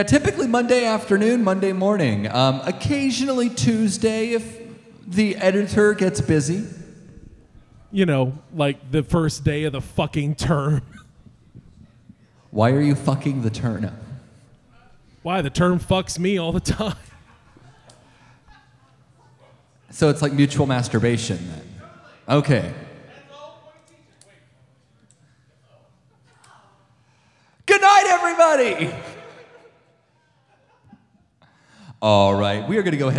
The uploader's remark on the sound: This is the live recording